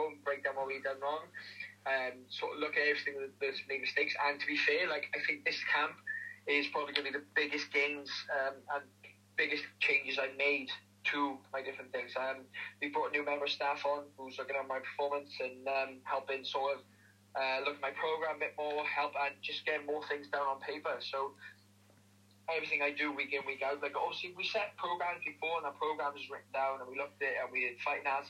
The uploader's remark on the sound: via phone call